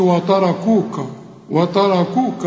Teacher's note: وتركوك، هنا عايزة فن برضو، ليه؟ الراء في هذه الكلمة مفخمة فطغت على كل الحروف